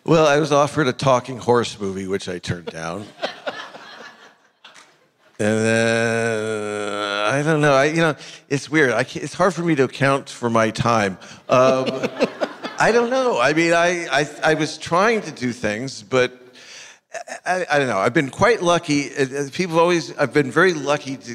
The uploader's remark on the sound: In front of an audience at the Burbank International Film Festival